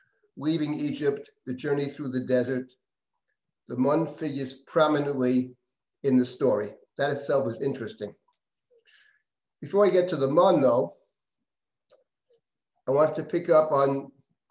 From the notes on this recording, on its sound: This audio was originally captured from Zoom as part of Drisha's Yom Iyyun on Food Ethics.